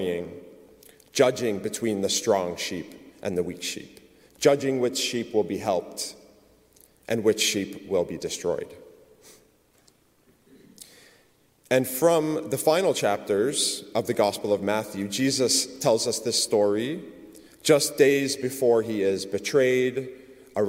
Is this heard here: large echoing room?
yes